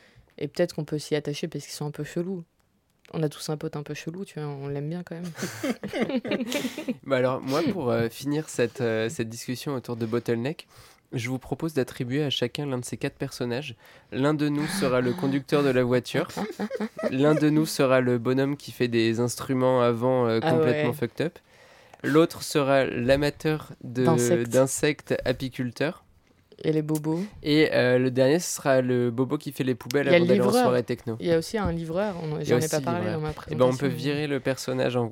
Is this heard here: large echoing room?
no